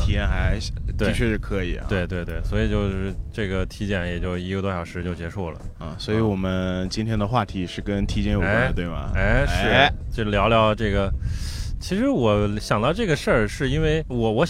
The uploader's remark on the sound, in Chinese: 本次第一次尝试在室外录音，推荐外放收听，耳机收听可能会听到风噪声，请见谅请见谅。